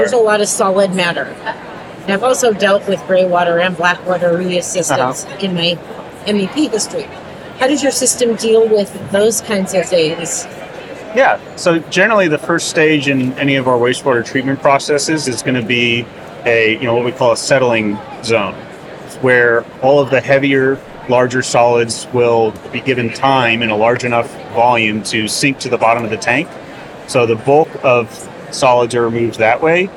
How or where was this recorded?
busy venue